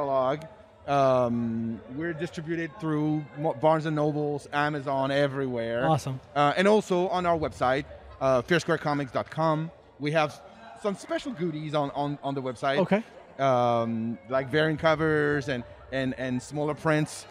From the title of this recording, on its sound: live” at Fan Expo New Orleans